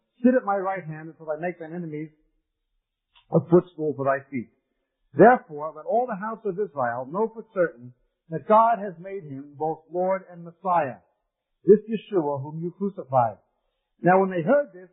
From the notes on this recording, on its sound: We apologize for the quality of this recording. It was from the 1990's to 2000's when audio recording was not as good as it is today.